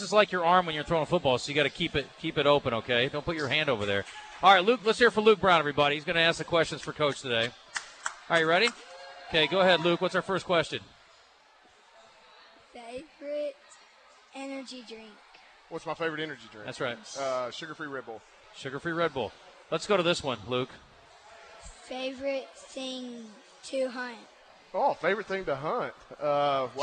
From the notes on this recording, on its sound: live from Walk-Ons Sports Bistreaux in Conway